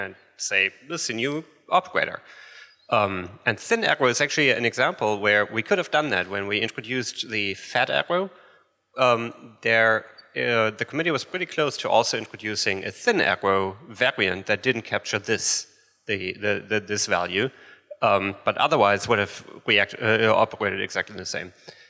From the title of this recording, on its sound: LIVE from JSConf Hawai'i